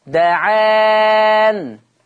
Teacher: ورشة على دعان هيقف بسكون النون دعان